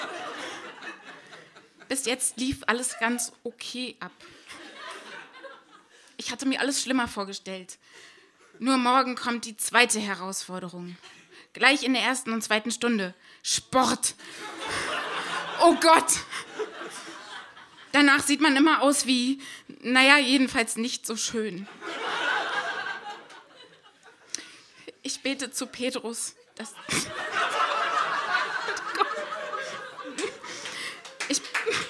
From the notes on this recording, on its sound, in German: Bei „texte von gestern“ lesen Erwachsene live on stage Texte vor, die sie als Kinder oder Jugendliche geschrieben haben. Einige der Beiträge aus unserer ersten Veranstaltung. Im Monarch (Berlin).